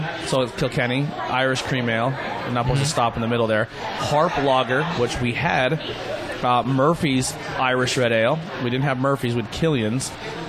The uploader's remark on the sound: We are on location At Mcniffs In Mahanoy City